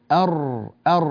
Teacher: حرف الراء يخرج من طرف اللسان، طرف اللسان مع اللثة العليا